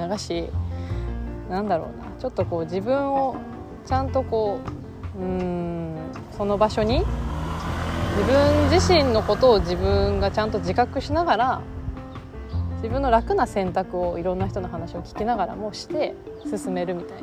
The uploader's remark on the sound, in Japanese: 川沿いを歩きながら。今日は、散歩をしながらの収録回。